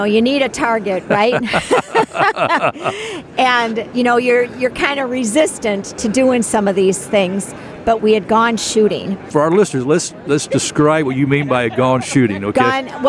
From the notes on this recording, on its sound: This show was recorded from the 2023 National Religious Broadcasters Convention in Orlando, Florida.